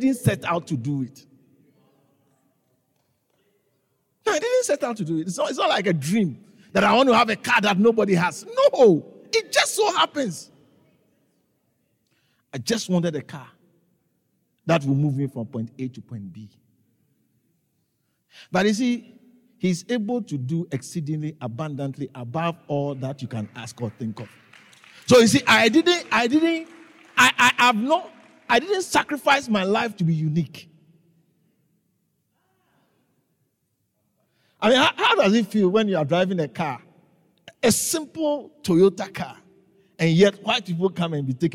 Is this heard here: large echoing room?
yes